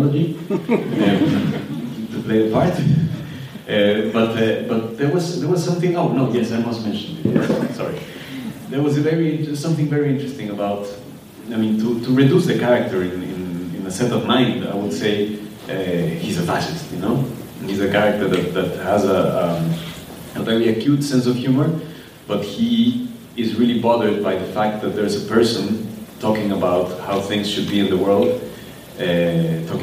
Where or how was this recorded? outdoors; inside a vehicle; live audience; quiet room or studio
live audience